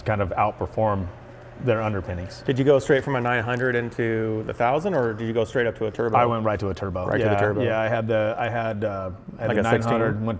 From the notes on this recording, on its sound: in their Hayden, Idaho machine shop